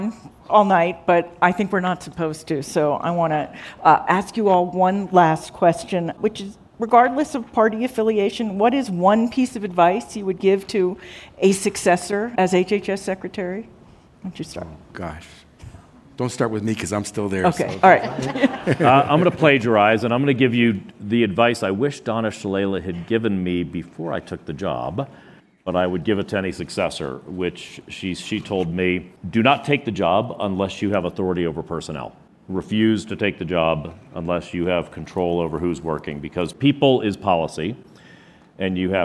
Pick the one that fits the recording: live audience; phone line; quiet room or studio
live audience